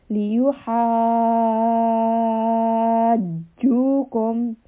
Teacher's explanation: there was a 6-count mud, and then the voice was raised a little bit on the jeem, just to signify that there was a shadda there.